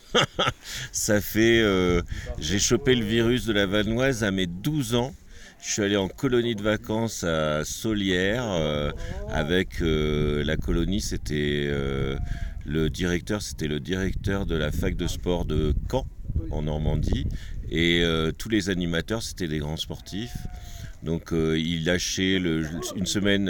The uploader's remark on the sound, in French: Observations du Ciel le Jeudi 6 Juillet au Refuge de Plan du Lac à Valcenis – 60 Ans du Parc National de la Vanoise. Lors de notre événement astronomie au Refuge du Plan du Lac pour célébrer les 60 ans du Parc de la Vanoise, nous avons eu l’opportunité de réaliser des interviews inspirantes.